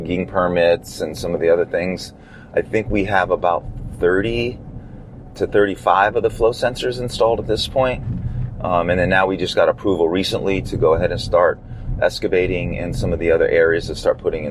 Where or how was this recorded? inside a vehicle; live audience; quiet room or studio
inside a vehicle